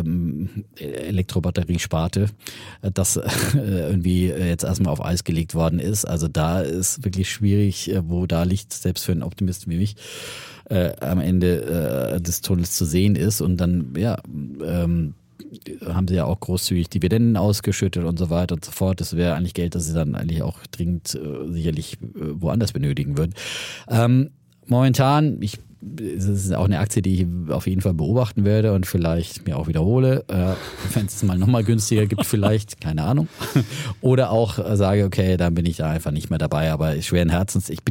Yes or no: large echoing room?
no